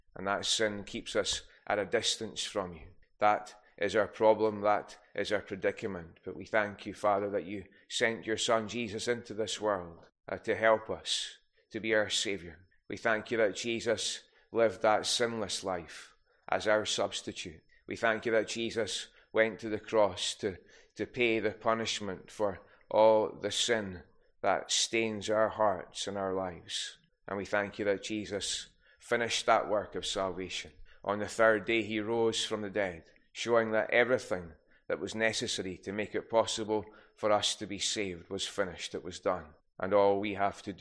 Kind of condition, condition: setting, large echoing room